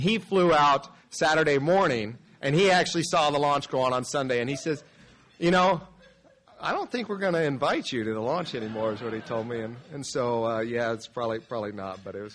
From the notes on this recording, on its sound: Spacepower Security Forum 2023 | Lunch Keynote. Army Navy Country Club, Arlington, VA.